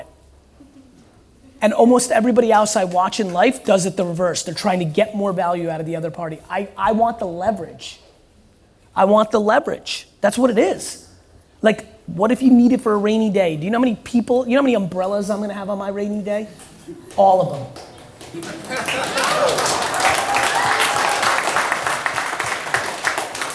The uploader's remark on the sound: KSwiss SP25 Launch Fireside Chat